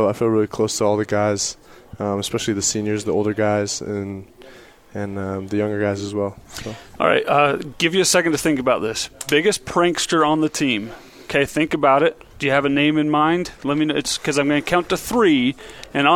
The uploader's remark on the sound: live from BYU Football Media Day